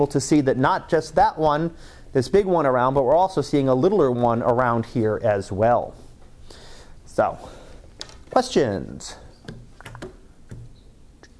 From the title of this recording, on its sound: Live Class Lecture